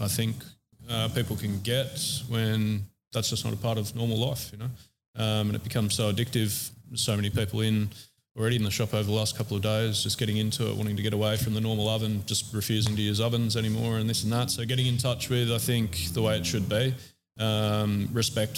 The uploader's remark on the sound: recorded during the Grand Opening weekend of the store